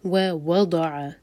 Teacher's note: پہلا واو الگ ورڈ ہے اور پھر وضع تو سیکنڈ واو پر زور لگا کر پڑھیں گے. ووضع المیزان، ضاد ہیوی، ضاد زبان کی سائڈ سے دال کا ساؤنڈ نہیں آئے گا.